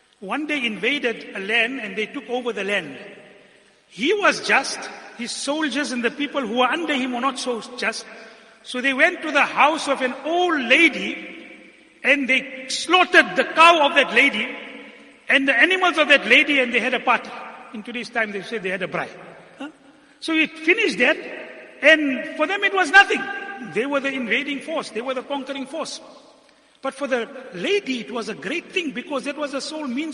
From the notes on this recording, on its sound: Jumuah lecture